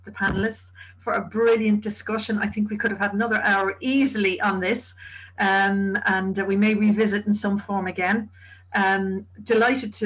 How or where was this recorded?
video call